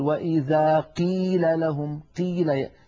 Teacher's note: مثلا يقول وإذا قيل لهم قيل، يبالغون في ترقيق أو في كسر القاف إلى درجة تجعل الصوت كأنه كاف